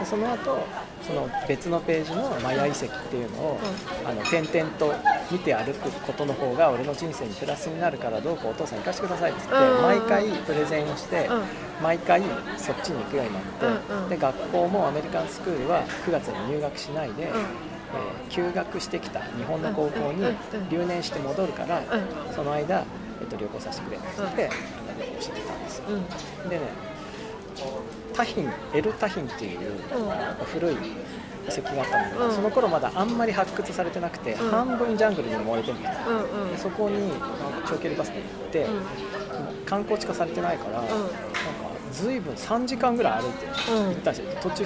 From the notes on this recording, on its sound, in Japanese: 収録日: 2017年6月28日 (雨) 収録場所: 上野公園